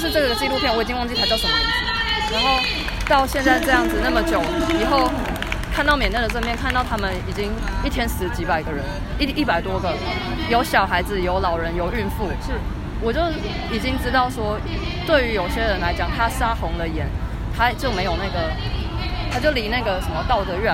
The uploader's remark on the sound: 台北中正紀念堂現場原音原聲重現. Live from the Myanmar demonstration in Taipei - unedited. 這是我們第一次嘗試現場原音採訪報導.